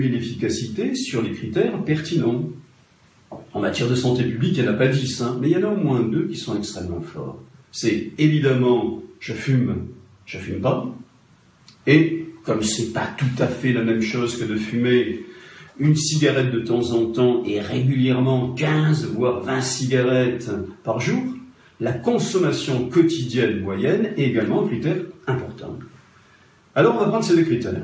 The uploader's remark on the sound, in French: Format: Original Recording. Notez que l'audio ne remplit pas toutes nos exigences de qualité.